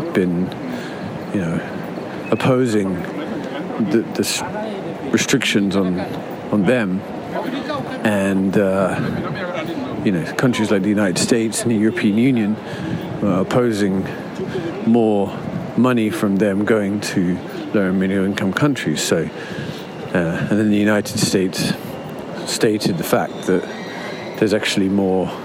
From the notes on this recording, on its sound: An audio diary from the COP28 climate conference. Sights, sounds and scenes from the largest climate gathering on the planet.